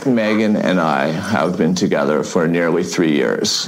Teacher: This is the most vocal fry I've ever heard in a man